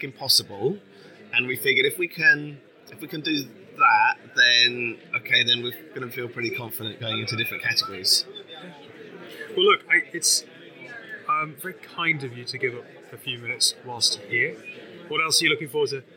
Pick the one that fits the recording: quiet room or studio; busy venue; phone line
busy venue